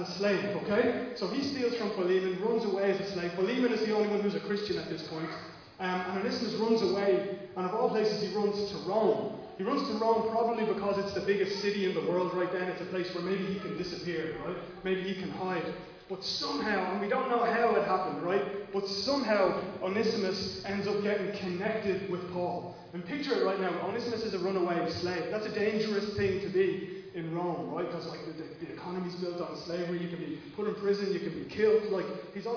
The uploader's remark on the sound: Recorded live at Liberty Church on 19th July 2020